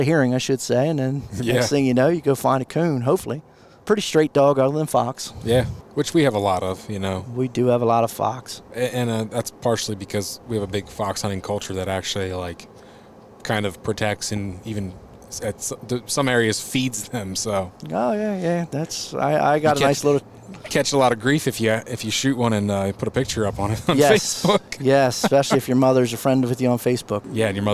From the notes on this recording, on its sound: He asked me to accompany him on his recent trip to the UKC World Show. We busted out the recording gear as we rolled down the highway on our way to Mount Gilead, Ohio.